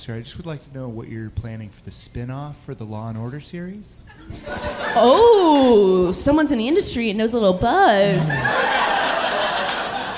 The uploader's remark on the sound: Live! from the Curious Comedy Theatre in Portland